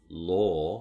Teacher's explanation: For something as back as if I was doing an RP accent saying law, I'm going to perhaps be rounding through the L